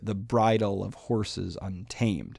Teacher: After these four lines of what we would call sort of a variation of anapestic trimeter, "the bridle of horses untamed," that's three stress syllables if we're talking English, or three long syllables if we're talking Greek